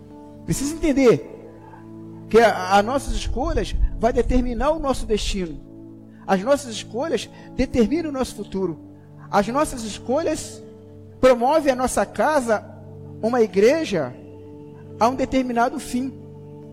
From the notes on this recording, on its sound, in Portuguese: Áudio da mensagem ministrada no Culto da Vitória. Na Igreja Cristo Salva Campinas.